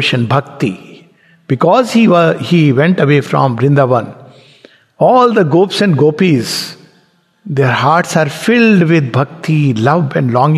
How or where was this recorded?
large echoing room